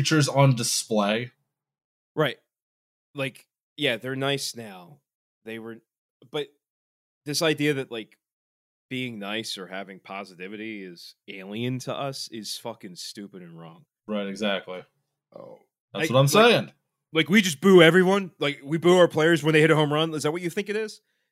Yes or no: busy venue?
no